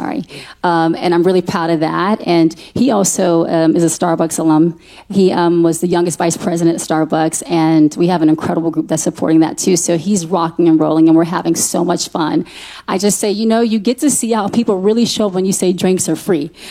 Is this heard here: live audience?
yes